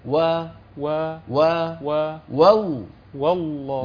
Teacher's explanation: والله الواو مرققة. واللفظ الجلالة مفخم.